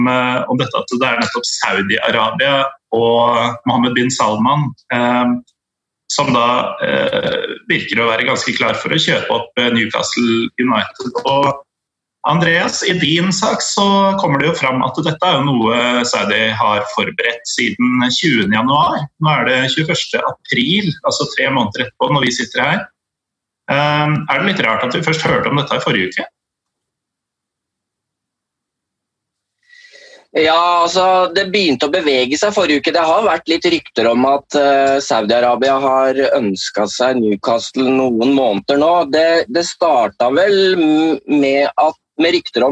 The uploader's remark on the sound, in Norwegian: Vi er tilbake på norsk, denne gangen med god, gammel internettopptakslyd!